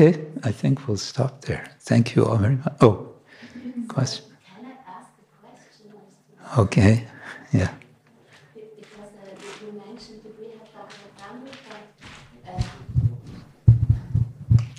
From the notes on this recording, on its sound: Recorded during Bhakti Retreat 2023 in Kientalerhof/Switzerland